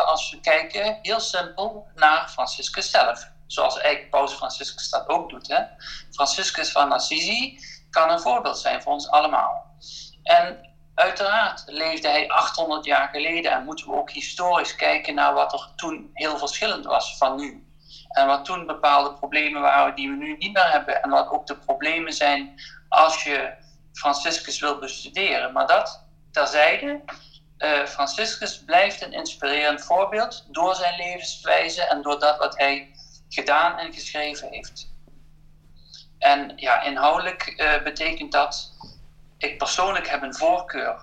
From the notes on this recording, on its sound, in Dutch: Vanwege de maatregelen rond het coronavirus is deze podcast opgenomen via Skype tijdens de ‘lockdown’ en in de Veertigdagentijd.